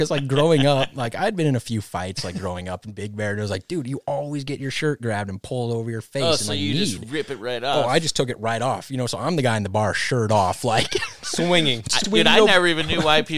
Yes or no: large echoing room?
no